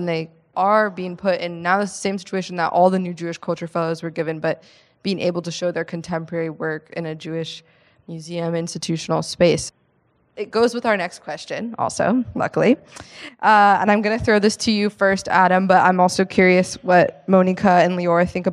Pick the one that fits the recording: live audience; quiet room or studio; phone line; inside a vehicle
live audience